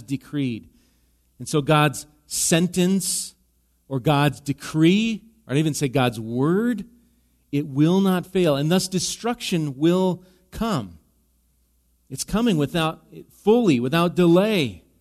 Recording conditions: large echoing room